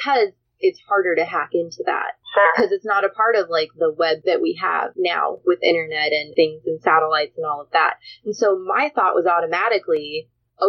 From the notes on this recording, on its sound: What this episode lacks in audio quality it makes up for in content!